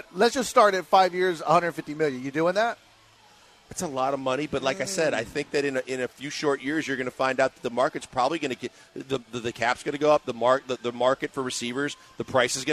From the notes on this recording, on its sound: live from The Decoy